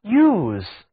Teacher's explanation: 这里 o-u 组合读音变成了长元音呜